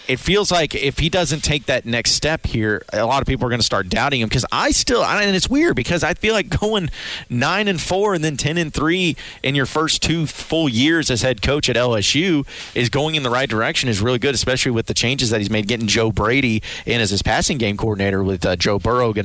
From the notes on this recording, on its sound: kick off SEC Media Days LIVE from Hoover